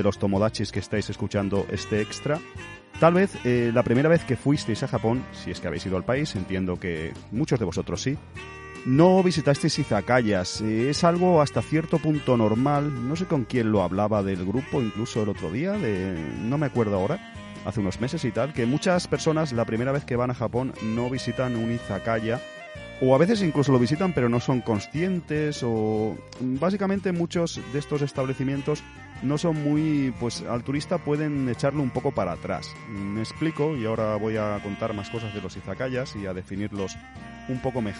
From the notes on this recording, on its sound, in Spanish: En el aeropuerto. Grabé junto antes de coger un avión pero...